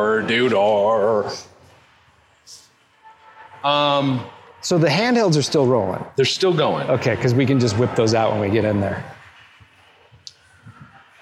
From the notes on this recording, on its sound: Walk a local mall and rate its retail flair, culinary offerings, and audio recording policy violation response time.